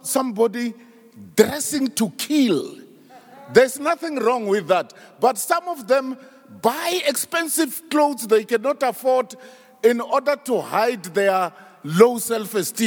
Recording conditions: live audience